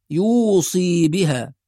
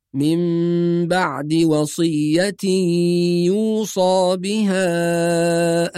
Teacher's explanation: في كلمة يوصى، من بعد وصية يوصى بها، بعض الناس يقرأ بكسر الصاد فيقول يوصي بها، والصواب أن رواية حفص تقرأ فيها الكلمة بفتح الصاد · Shown in: second take